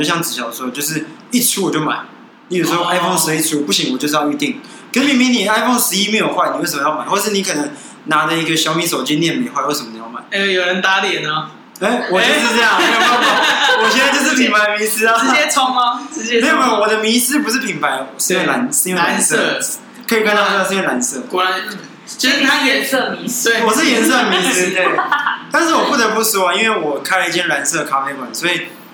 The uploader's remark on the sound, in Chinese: 錄音地點｜ 藍色咖啡館 108台北市萬華區大理街131號。